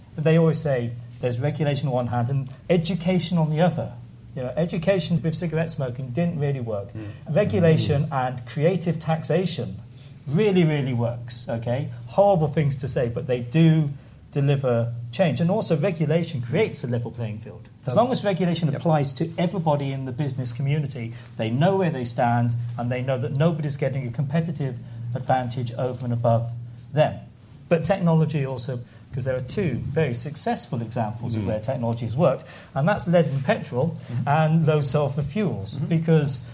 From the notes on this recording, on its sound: a panel of experts at a recent FT event in London